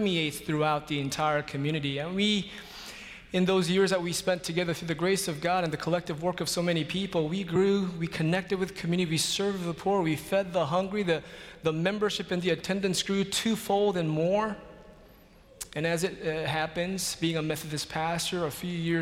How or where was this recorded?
large echoing room